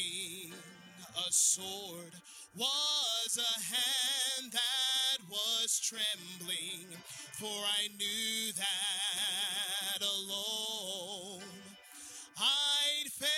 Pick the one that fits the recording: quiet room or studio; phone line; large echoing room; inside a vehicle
large echoing room